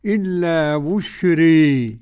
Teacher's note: وبالإمالة الكبرى أبو عمرو وحمزة والكسائي وخلف العاشر